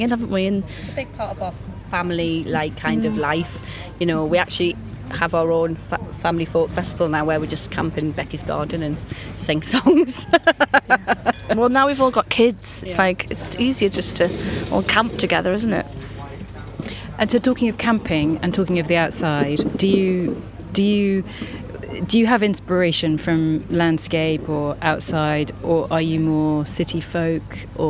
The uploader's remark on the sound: visits the Folk by the Oak festival in Hertfordshire